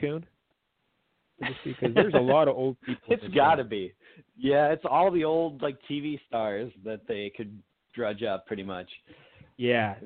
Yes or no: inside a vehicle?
no